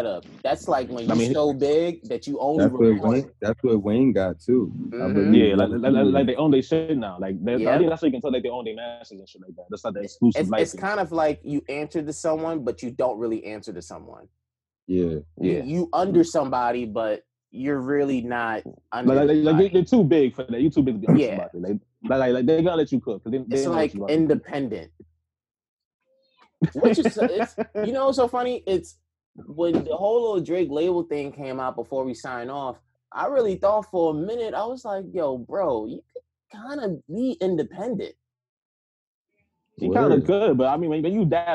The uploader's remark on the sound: once again through Zoom